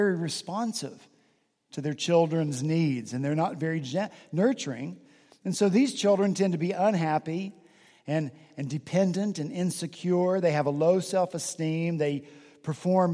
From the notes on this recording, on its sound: this past Sunday, November 5 at Redeemer Presbyterian Church in Charleston, SC